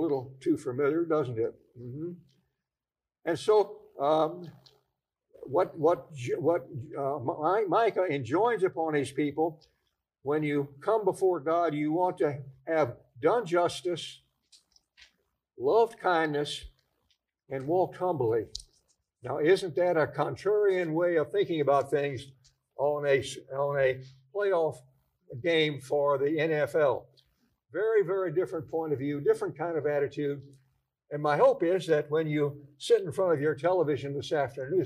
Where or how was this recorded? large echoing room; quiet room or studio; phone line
large echoing room